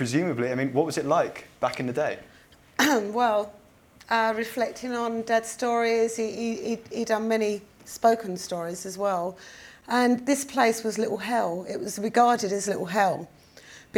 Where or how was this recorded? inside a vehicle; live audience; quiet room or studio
live audience